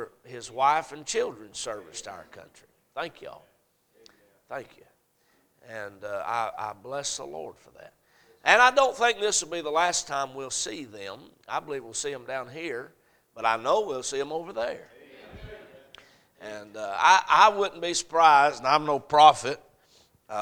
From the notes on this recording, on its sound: A message preached at Crossroads Baptist Church